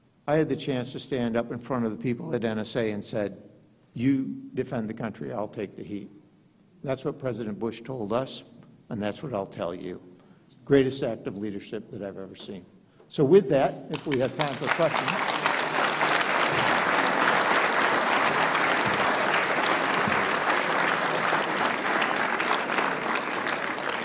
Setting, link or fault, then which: setting, live audience